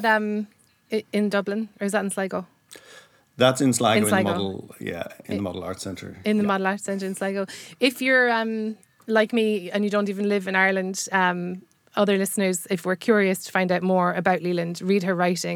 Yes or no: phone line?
no